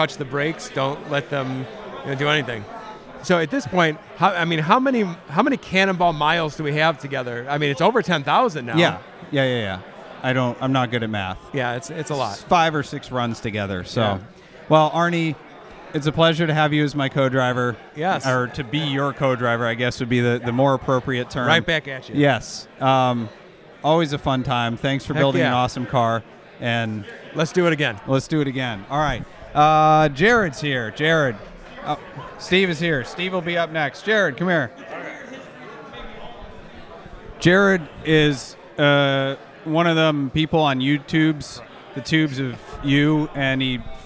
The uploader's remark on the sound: live from the Portofino, at the finish of a Cannonball!